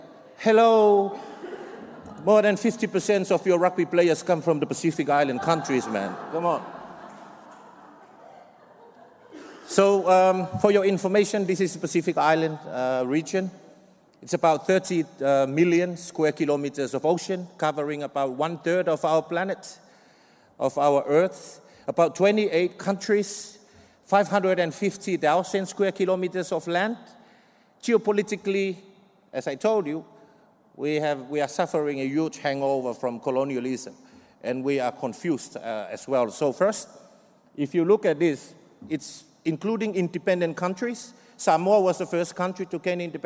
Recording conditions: live audience